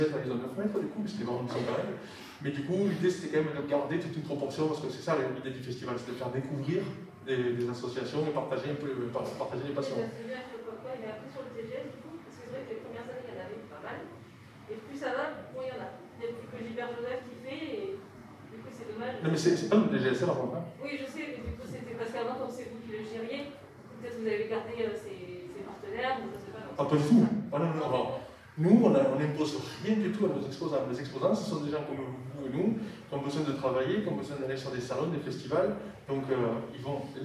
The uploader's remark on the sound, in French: POPCON 2020 : Conférence Calme-toi !